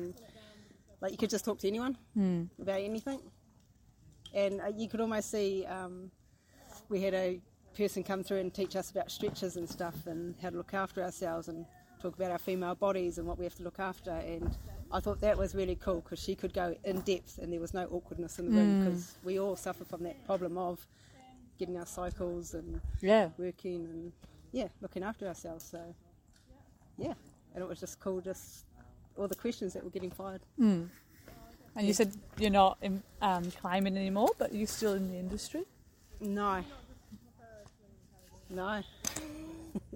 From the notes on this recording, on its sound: A live in action podcast of workshops and interactions with participants and organisers of the event.